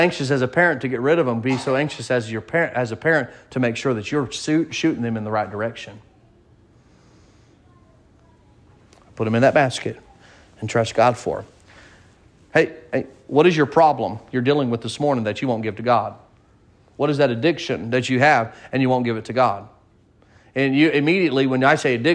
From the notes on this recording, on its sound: Sermon preached at Mid County Baptist Church